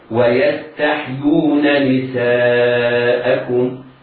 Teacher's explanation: نون متحركة بعدها نون متحركة في كلمة أخرى، فهما مثلان كبير حكمهما عند حفص الإظهار، وعلى القارئ أن يهتم بنطق النونين كل واحدة على حدة.